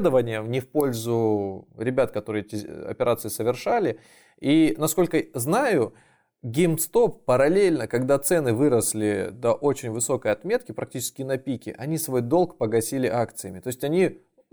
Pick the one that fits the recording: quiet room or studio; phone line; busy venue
quiet room or studio